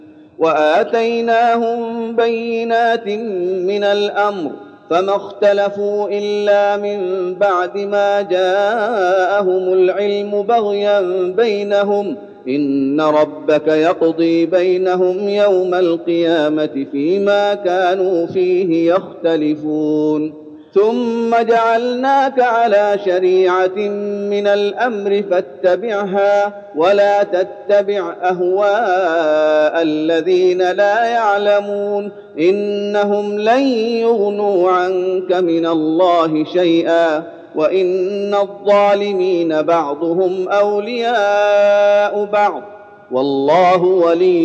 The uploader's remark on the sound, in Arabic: تراويح المسجد النبوي 1411. من صلاة التراويح بالمسجد النبوي لعام 1411.